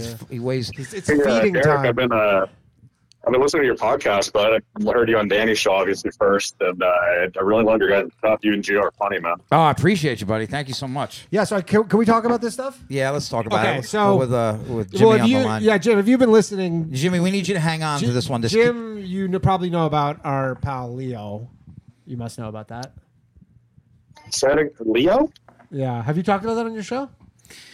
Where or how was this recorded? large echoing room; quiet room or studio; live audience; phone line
phone line